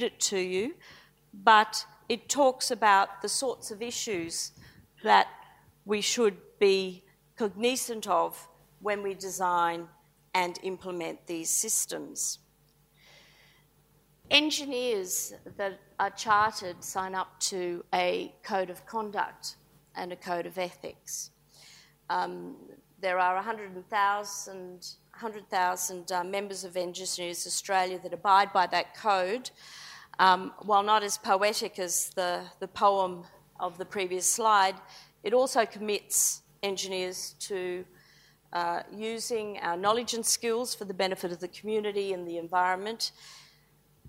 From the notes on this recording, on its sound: IFE Grand Challenge Lecture, recorded 21 September 2018 at QUT